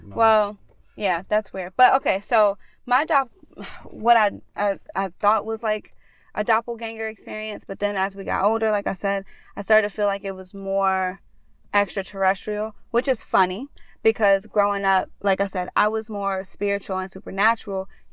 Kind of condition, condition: setting, inside a vehicle